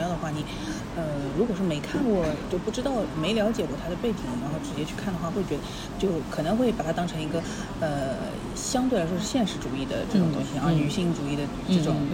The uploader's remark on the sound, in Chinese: 本次录制花费：在茑屋点了两杯喝的。